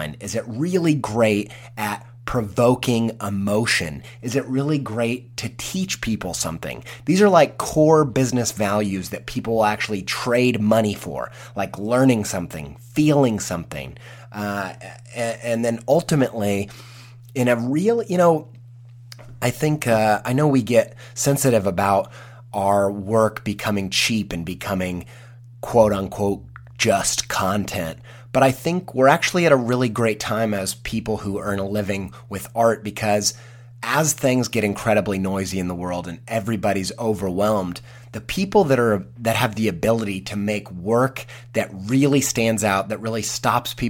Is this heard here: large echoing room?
no